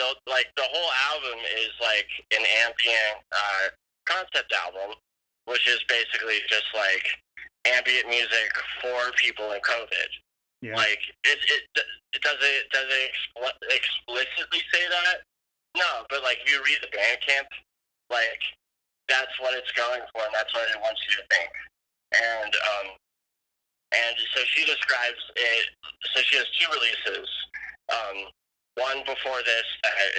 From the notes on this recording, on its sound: on a tinny phone interview